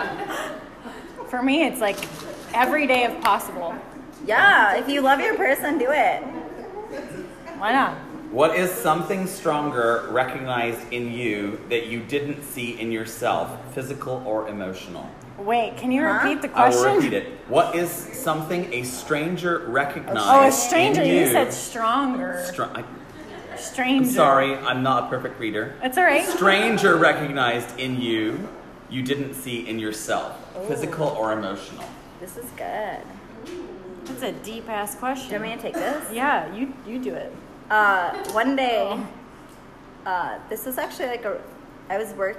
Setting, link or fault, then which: setting, busy venue